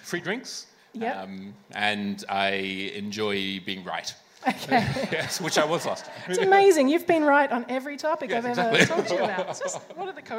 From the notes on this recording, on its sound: Recorded at Howler, October 17th. Sci Fight Science Comedy Debate is a bi-monthly science and comedy debate held at Howler Bar, Brunswick in Melbourne.